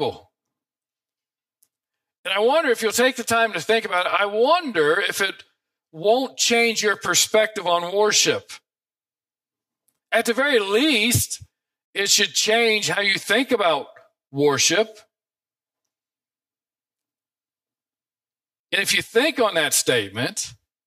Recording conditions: large echoing room